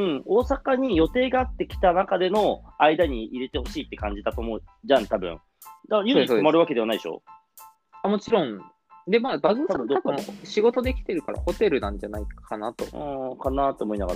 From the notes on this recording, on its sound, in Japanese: リモート収録。